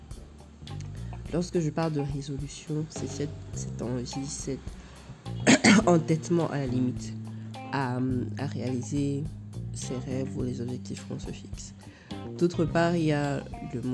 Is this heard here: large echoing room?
no